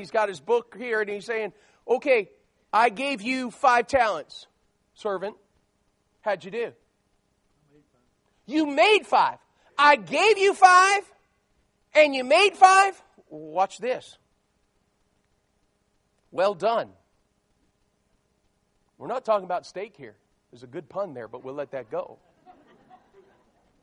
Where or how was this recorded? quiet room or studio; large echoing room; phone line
large echoing room